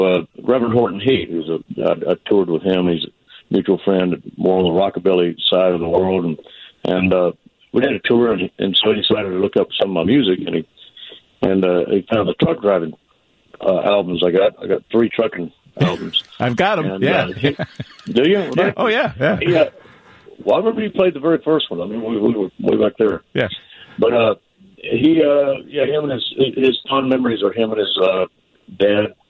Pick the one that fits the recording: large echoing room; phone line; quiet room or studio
phone line